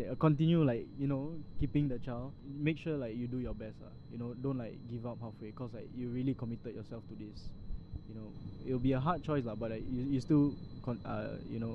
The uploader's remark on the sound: Sorry for the Bad Audio hahahah we were recording next to a ventilator.